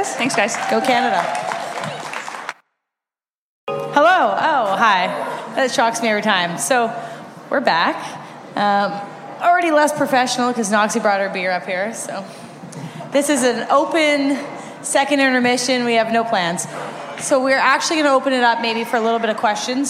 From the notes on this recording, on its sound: Audio from Puck Talks April 6 Canada-USA Women's World Championship event